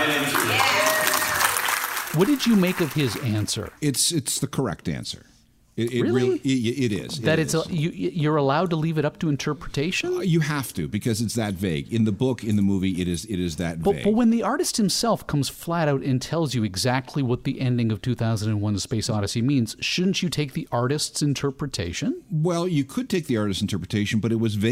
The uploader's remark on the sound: Live on Location at Fan Expo 2018